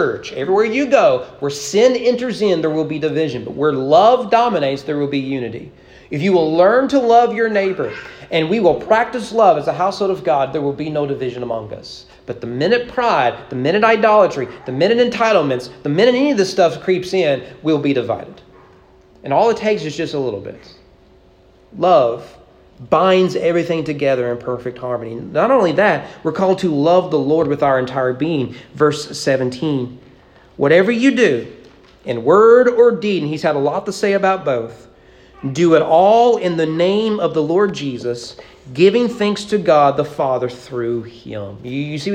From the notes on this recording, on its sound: Sermon preached at East Frankfort Baptist Church on May 7, 2023 during morning worship.